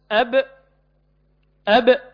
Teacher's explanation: 4- ننطق الحرف على هذا النحو ونسمع الصوت، فحيث ينقطع الصوت يكون مخرج الحرف المحقق، وحيث يمكن انتهاء الصوت يكون مخرجه المقدر. فعند قولك أب المخرج الصوت هنا انتهى عند الشفتين، يبقى مخرج الباء الشفتين